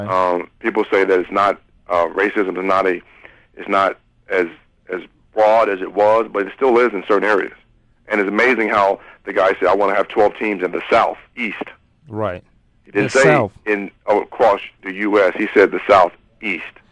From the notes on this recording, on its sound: phone guest